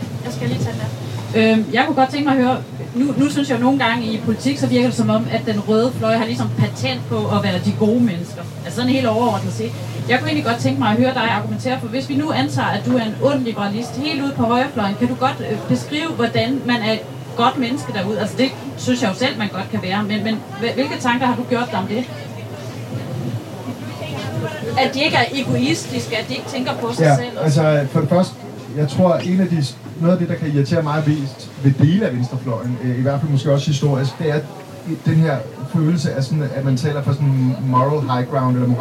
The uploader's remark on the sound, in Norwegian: (dårlig lyd)